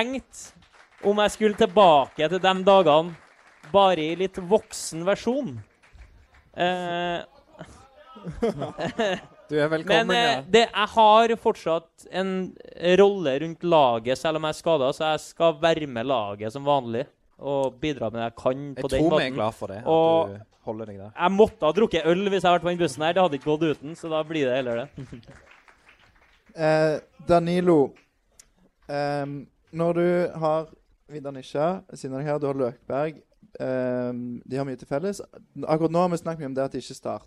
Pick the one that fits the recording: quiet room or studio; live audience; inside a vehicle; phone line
live audience